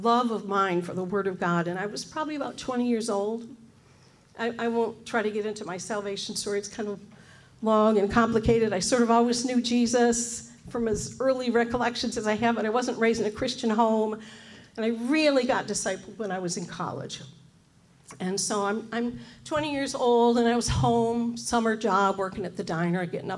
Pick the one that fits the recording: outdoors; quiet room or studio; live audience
live audience